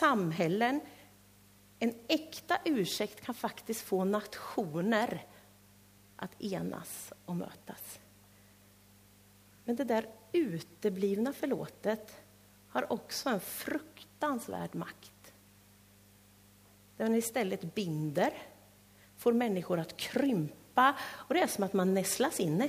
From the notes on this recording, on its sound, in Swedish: Inspelad i Löfstadkyrkan i Tranås 2023-11-12.